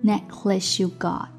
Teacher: Necklace 和 you 当中的第一个音素 y 相邻的时候 s 跟 y 会同化成 sh